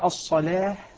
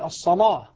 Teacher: أن أغلظ اللام فتكون اللام عندئذ مغلظة فخمة ضخمة · Shown in: second take · فأقول الصلاة فتكون بمستوى الحرف الذي سبقها. · Term: التغليظ